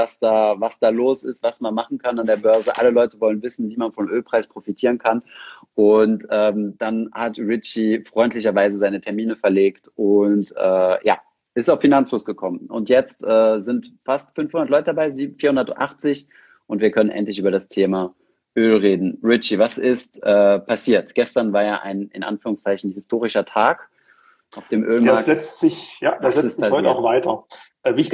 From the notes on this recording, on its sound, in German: Diese Podcastfolge war eine Instagram Live-Session